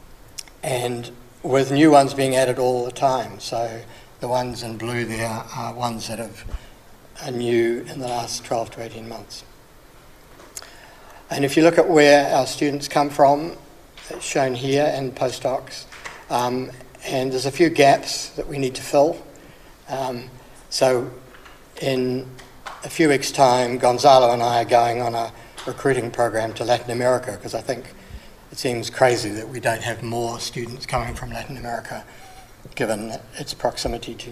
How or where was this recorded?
large echoing room